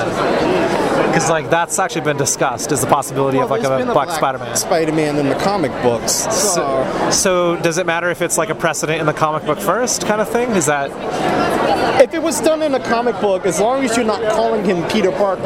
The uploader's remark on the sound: Reporting live from Emerald City ComiCon 2016